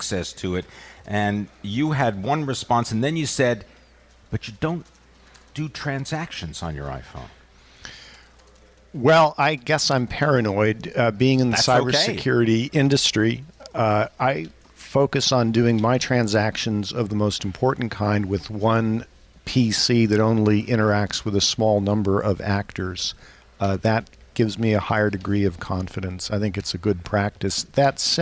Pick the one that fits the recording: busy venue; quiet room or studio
busy venue